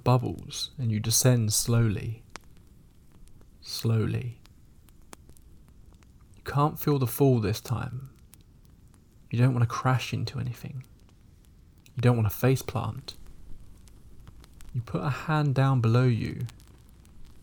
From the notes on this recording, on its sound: Scary stories with the sound of a campfire in the background, giving you the perfect ambience to fall asleep to, if you can...